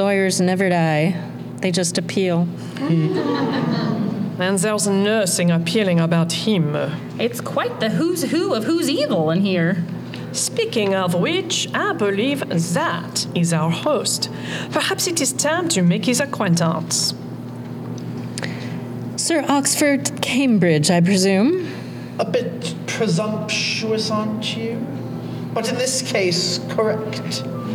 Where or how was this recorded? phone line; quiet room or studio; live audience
live audience